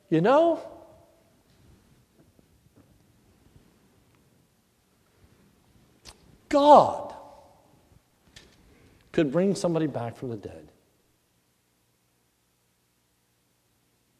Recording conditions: large echoing room